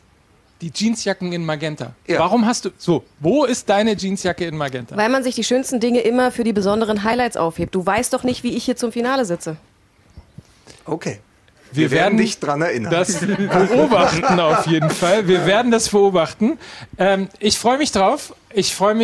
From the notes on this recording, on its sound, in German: Live aus Herzogenaurach. Mixed Zone - Die Volkswagen Tailgate Tour LIVE.